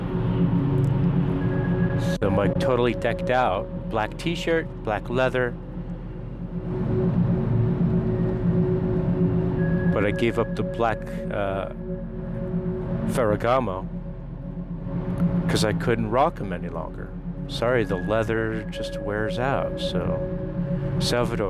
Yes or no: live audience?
no